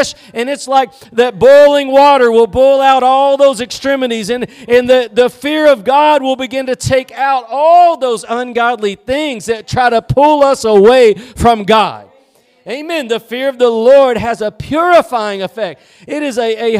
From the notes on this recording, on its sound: Preached at Gospel Lighthouse in Bossier City, La.